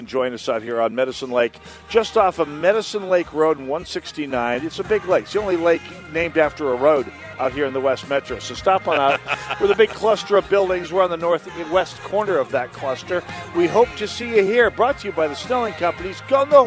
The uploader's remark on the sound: Live From Medicine Lake. Annual Holes for Heroes Broadcast!!